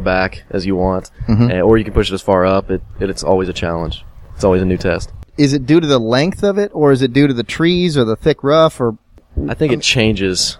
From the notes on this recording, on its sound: Live from the AJGA Championship.